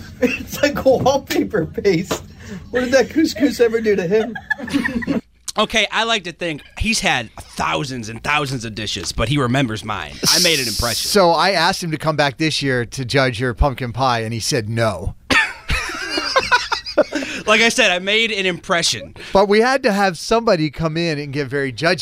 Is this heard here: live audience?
no